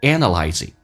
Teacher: 以 ing 结尾，一般后鼻音会发成前鼻音